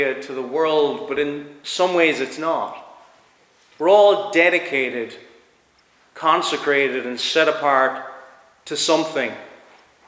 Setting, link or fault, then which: setting, large echoing room